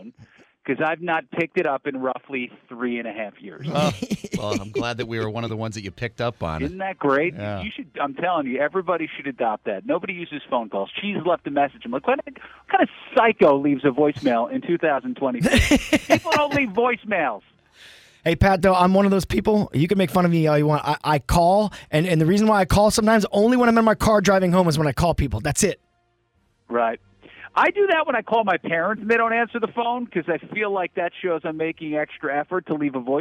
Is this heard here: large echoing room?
no